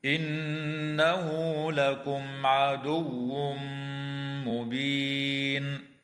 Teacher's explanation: تغن النون المشددة في كلمة إنه، ويراعى وصل هاء الضمير في قوله تعالى إنه لكم، بواو لفظية تمد حال الوصل بمقدار حركتين. وتظهر الميم الساكنة عند العين في قوله تعالى لكم عدو، ويدغم التنوين في الميم مع الغنة في قوله تعالى عدو مبين.